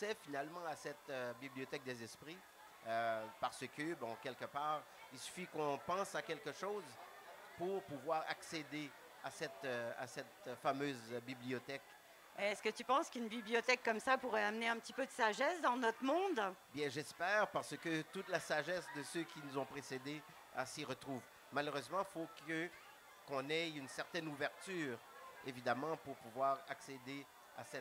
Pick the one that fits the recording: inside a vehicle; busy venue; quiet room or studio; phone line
busy venue